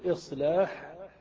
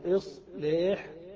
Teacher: تقول إصلاح بألف خالصة أو إصليح بالإمالة